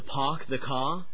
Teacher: Bostonians also drop most of their R's.